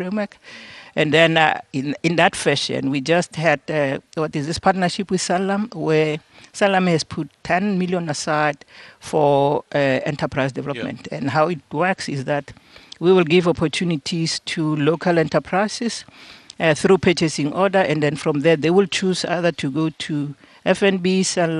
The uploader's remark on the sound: We are coming to you live from the Kruger National Park where SANPARKS will commemorate the 18th South African National Parks Week.